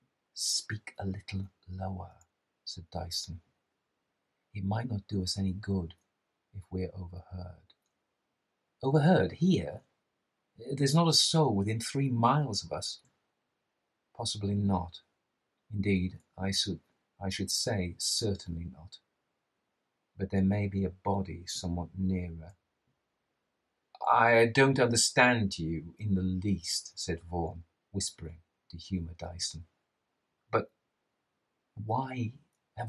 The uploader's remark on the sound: This is the audio extracted from the edited version of my live reading of the Shining Pyramid by Arthur Machen. All the audio is there (some of the live cut out). There are two microphones in this: the streamed version which is compressed and a little fuzzy and the camera microphone which is tinny.